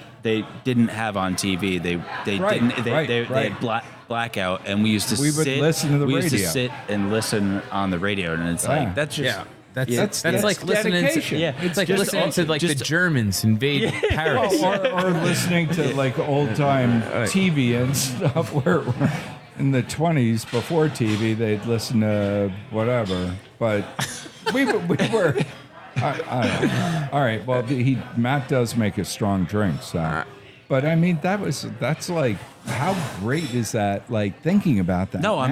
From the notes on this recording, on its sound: This episode was recorded live in Asheville NC.